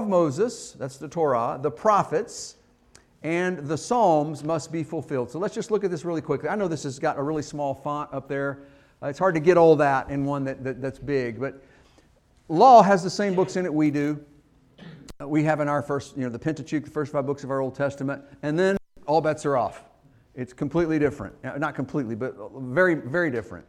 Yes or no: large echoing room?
yes